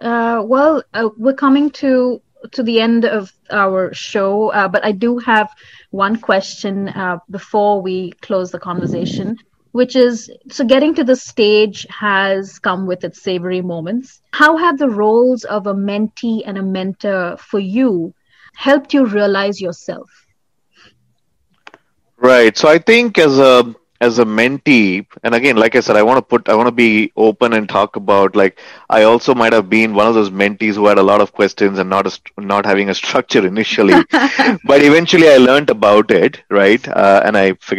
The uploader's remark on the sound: Virtually Recorded